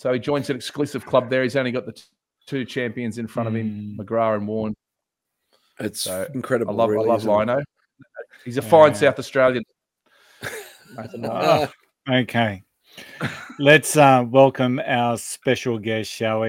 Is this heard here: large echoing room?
no